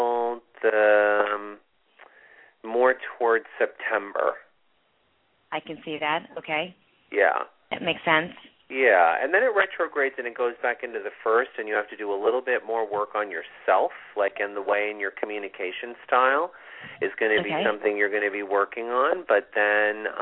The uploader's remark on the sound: It's a call in show!!!